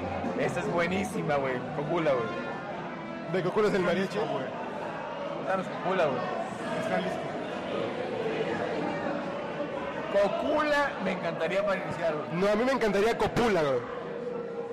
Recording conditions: busy venue